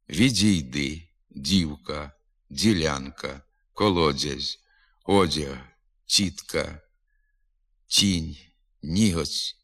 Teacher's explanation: М'які звуки «д» і «т» вимовляються зі свистячим відзвуком.